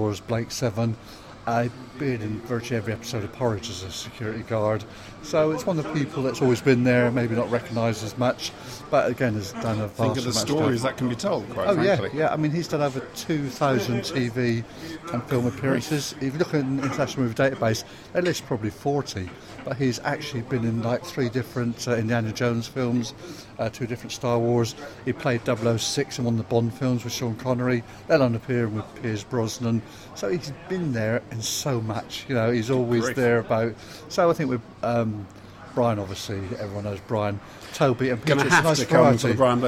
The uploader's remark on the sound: This episode was recorded at a signing event. At Waterstone’s, Lakeside , Thurrock. In attendance were various podcasters.